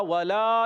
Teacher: دونوں ہونٹ گول کر کے واؤ ادا ہوگا، ولا لام الزر لال مدہ ایک الف کھینچ کر ادا · Term: ہونٹوں کی گولائی